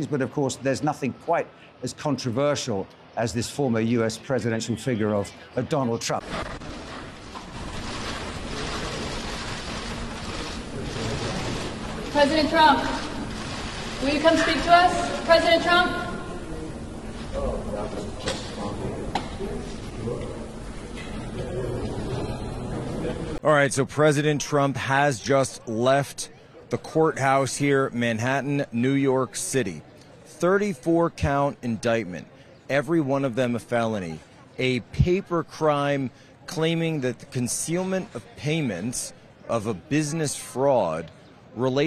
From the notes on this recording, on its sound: Live on the scene in New York City. From the protests at Collect Pond Park.